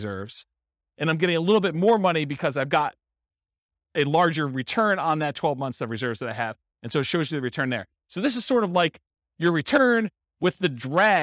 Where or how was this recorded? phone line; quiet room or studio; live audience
live audience